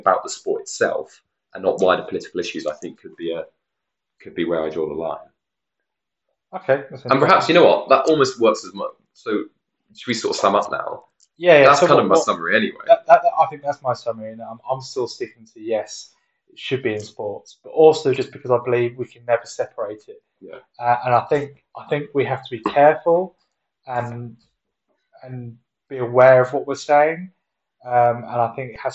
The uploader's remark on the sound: We are a super low budget podcast and episode one was very much our trial run. The audio quality is not as good as later episodes.